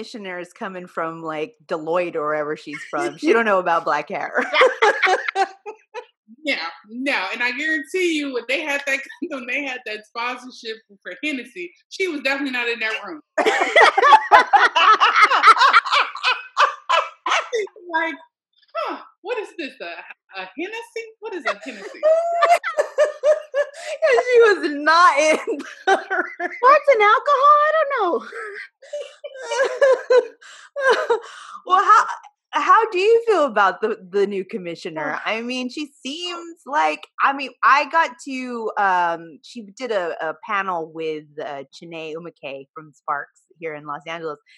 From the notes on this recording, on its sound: On our latest Zoom’d episode.